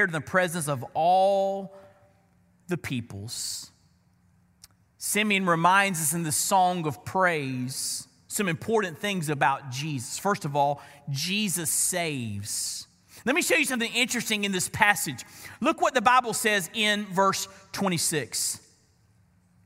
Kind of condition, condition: setting, large echoing room